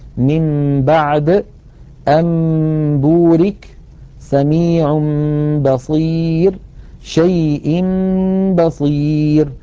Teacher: نلاحظ الحكم الثالث القلب هو في اللغة تحويل الشيء عن وجهه، واصطلاحا هو قلب النون الساكنة أو التنوين عند الباء ميما مخفاة بغنة · إذن إن أتى بعد النون الساكنة أو التنوين باء نقلب النون أو التنوين إلى ميم ثم نخفي تلك الميم عند الباء لتطويل غنتها ويرتفع وتنطبق الشفتان على الميم وعلى الباء انطباقة واحدة